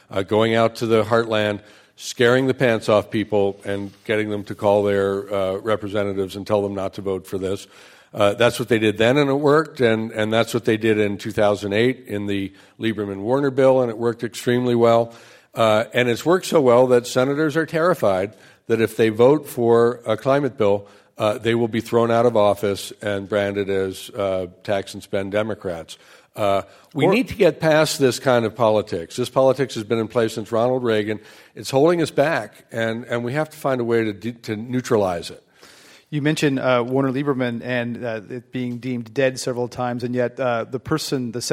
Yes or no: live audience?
yes